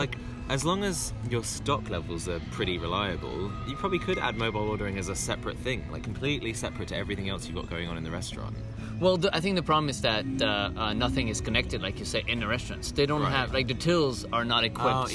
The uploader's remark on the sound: Live in Disneyland Park